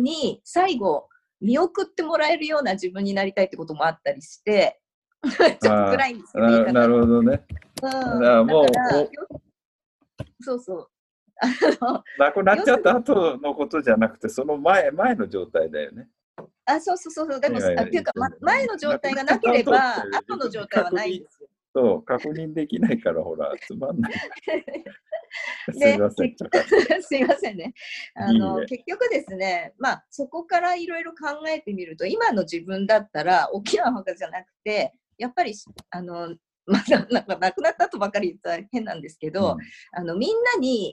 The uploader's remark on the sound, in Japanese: 今回もZOOM収録でお届けです